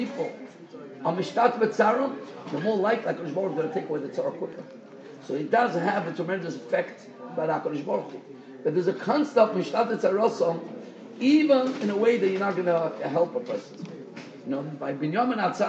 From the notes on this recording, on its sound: Shiur recorded in Yeshivas Ohr Reuven, Monsey, NY.